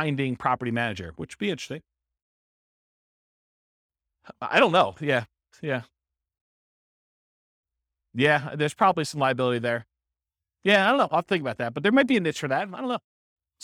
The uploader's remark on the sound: This was a live class recorded